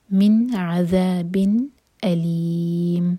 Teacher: اس کے بعد تنوین کے بعد حرف حلقی حمزہ آ رہا ہے. اظہار کا مطلب ہم نے نون کے ساؤنڈ کو کلیئر پڑھنا ہے اور اس کو ہولڈ نہیں کرنا